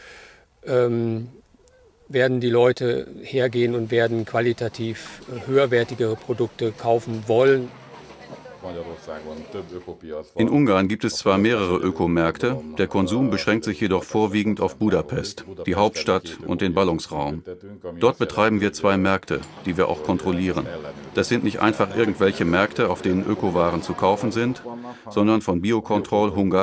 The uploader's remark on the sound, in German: Es folgen Aufnahmen vom Ökomarkt im XII. Bezirk von Budapest, der von Biokultúra veranstaltet und von Biokontroll überwacht wird.